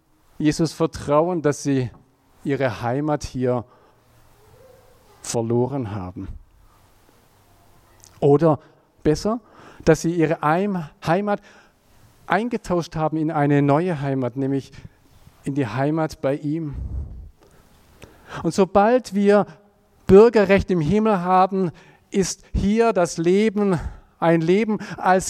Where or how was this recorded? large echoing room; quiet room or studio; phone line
large echoing room